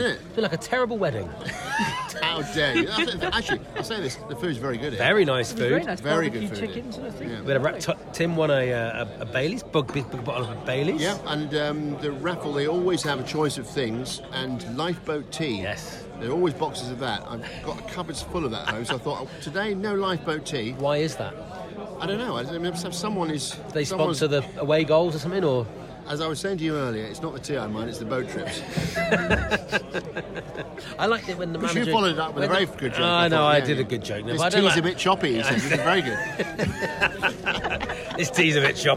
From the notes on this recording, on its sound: This week we're on the road again. Taking us for a day out at Sutton United, plenty of horsey atmosphere at the Cheltenham Festival.